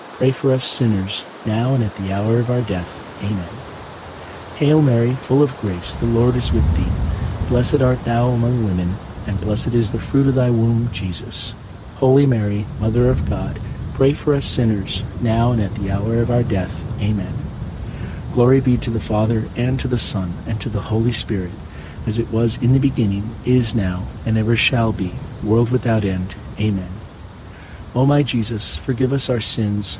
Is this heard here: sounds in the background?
yes